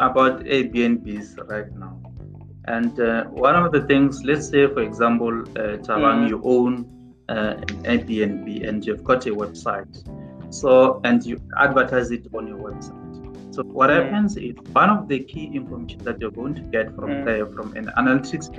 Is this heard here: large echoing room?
no